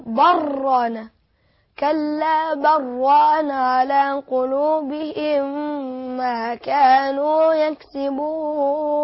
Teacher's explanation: يبقى هننغم اللام في الراء في حالة عندما نأتي بالقصر في المنفصل